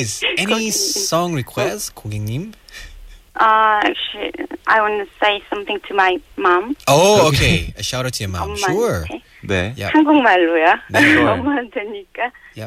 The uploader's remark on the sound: phone listeners for a brief chat and open the mike to them